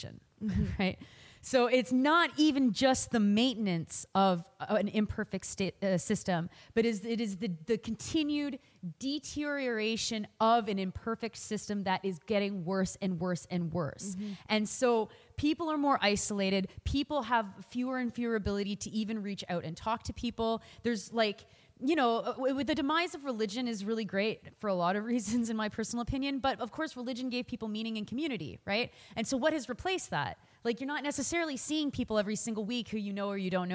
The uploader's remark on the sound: live show, hosted by the YWCA in Hamilton